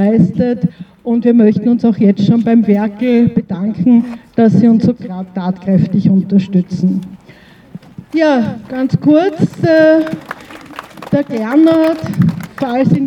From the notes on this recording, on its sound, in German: Im Goethehof in Wien-Kaisermühlen. Diesmal in Form eines Rundgangs durch den Goethehof. Leicht gekürzte Aufnahme aller Reden und Musikbeiträge an allen Stationen des Gedenkrundgangs.